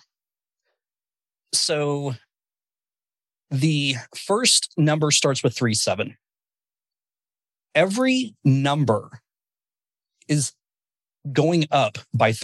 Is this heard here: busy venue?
no